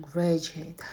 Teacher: graduate в произношении ударение падает на первый слог